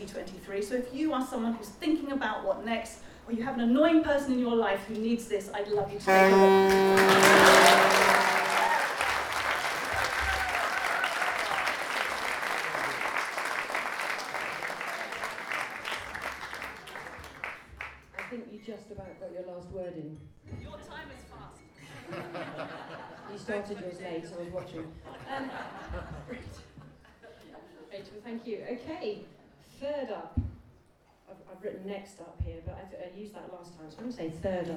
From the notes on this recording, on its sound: For the Book Festival's Local Writers evening at the George lV Pub on the High Road. Chiswick, West London, for the Book Festival's Local Writers evening at the George lV Pub on the High Road.